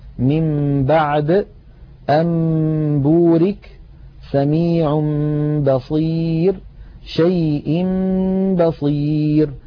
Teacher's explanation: نلاحظ الحكم الثالث، القلب هو في اللغة تحويل الشيء عن وجهه، واصطلاحا هو قلب النون الساكنة أو التنوين عند الباء ميما مخفاة بغنة، نحو من بعد أنبورك سميع بصير شيء بصير.